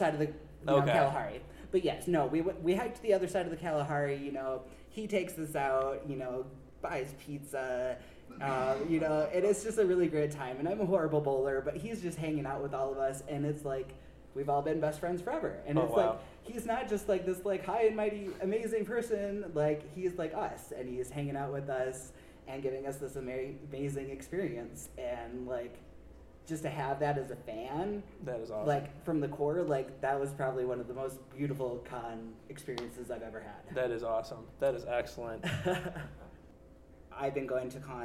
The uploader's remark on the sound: Colossal Con Street Interviews. One of our panels was our patented street interviews, and boy what a doozey! Recorded live in front of a live audience, we had a chance to talk to many interesting people.